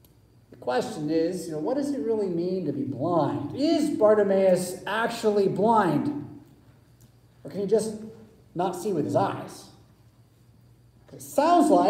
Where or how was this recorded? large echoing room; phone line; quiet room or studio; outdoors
large echoing room